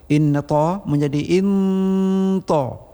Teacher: Inta nun mati bertemu ta dengan ikhfa tersembunyi samar-samar bunyi nun mati